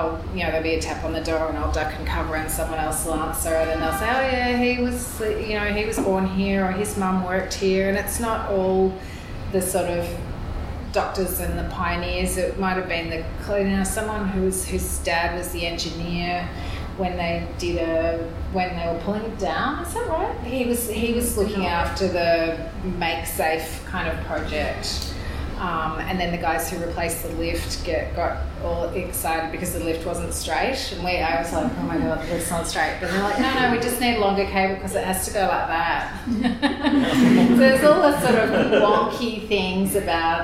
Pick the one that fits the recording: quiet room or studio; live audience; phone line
live audience